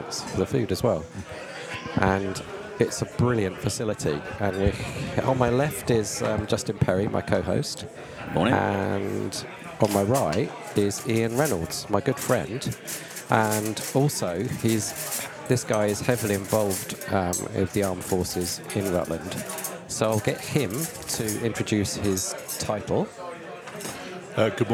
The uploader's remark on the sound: Part two was recorded in The Grainstore, Oakham, Rutland, during the December Rutland AFBC meeting.